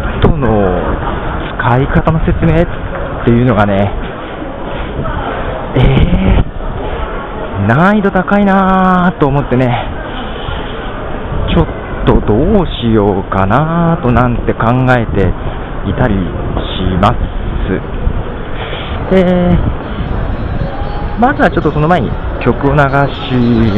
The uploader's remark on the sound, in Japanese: 普段から屋外で録音していますが、さらなる日本のポッドファーザーをめざして、前半部分は駅の人混みの中を人を避けながら録音してみました。手に持っているのは、前投稿の写真で出てきましたSAMSUNGのYEPPプレーヤーです。内蔵マイクに話しかけながら歩いています。もちろん街中なので…側は老若男女が通っています(笑)。前半部分、わざと仕事の帰りの人の多い時間に、名古屋駅の中で歩きながら録音してみました。